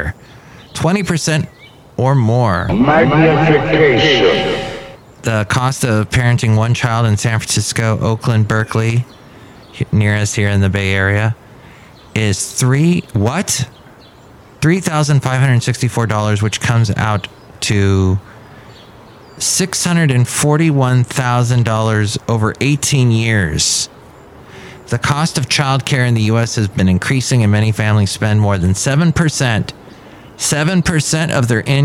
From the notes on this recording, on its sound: podcasts live from Café Anyway